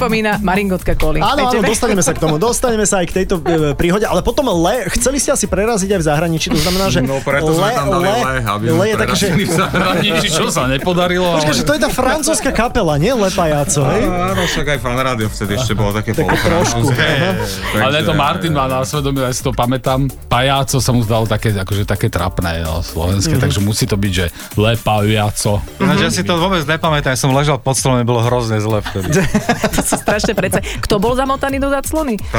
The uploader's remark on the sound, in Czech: Živý vstup do vysielania. Živý vstup z festivalu Hodokvas.